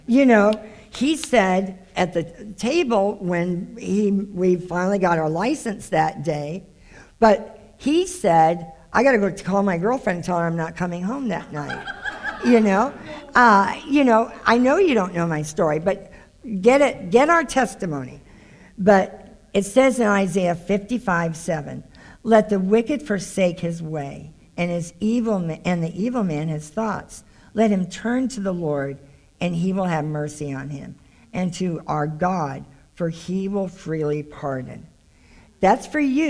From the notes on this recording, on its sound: This is the full replay of the LIVE Rejoice Pompano Bible Study